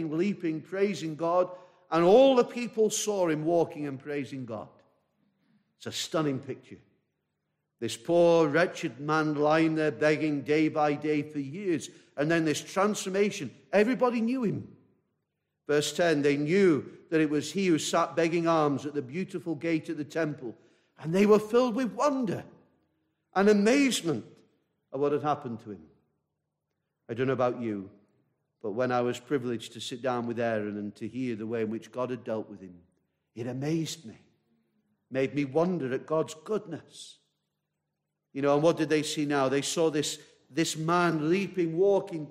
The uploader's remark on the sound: This message preached at a baptismal service